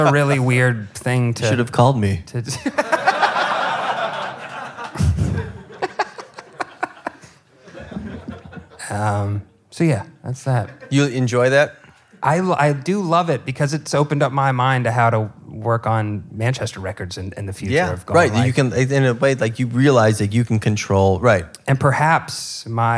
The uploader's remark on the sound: Chicago-based indie festival Tomorrow Never Knows asked us to curate a live taping as part of their January 2019 lineup. For an exclusive conversation and acoustic performance. Who braved the winter chill to pack out Sleeping Village! It was recorded at Sleeping Village in Chicago.